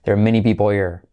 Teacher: Saltamos la H de here.